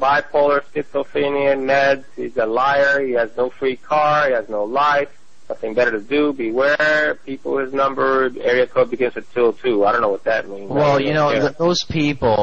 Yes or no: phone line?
yes